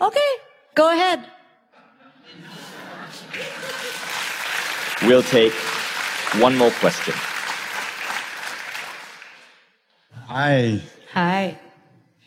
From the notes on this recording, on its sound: Her talk at Mindvalley City Campus Tallinn in 2018 received a standing ovation and heralded as a life-changing listen for everyone in the audience.